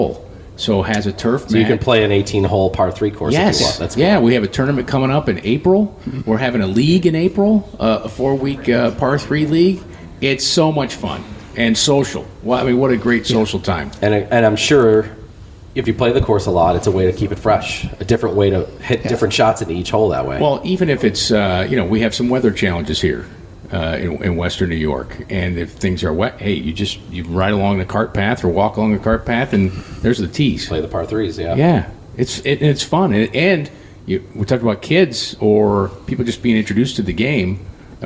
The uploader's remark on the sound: live from Lancaster Country Club!